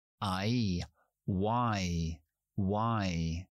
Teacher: Sería como una W, w y luego el diptongo ahí